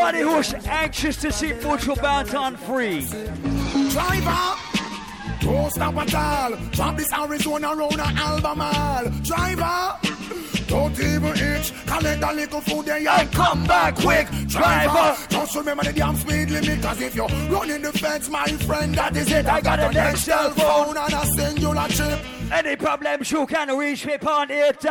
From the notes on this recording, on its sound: Live audio from Island Saturdays on June 23rd